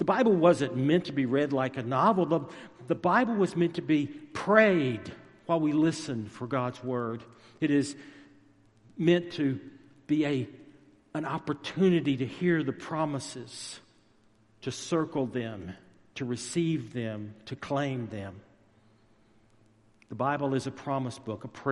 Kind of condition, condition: setting, large echoing room